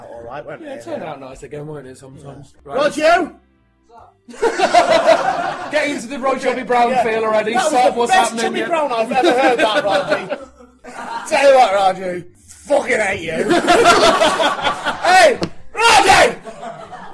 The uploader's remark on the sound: Live Episode 5